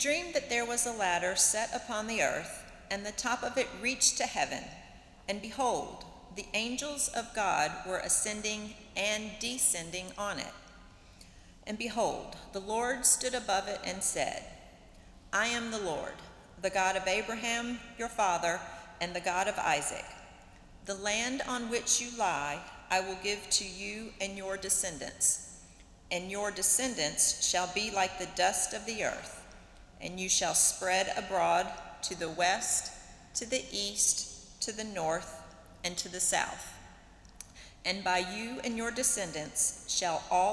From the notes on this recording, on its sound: Worship at Myers Park (ASL). Live from Myers Park United Methodist Church in Charlotte, North Carolina.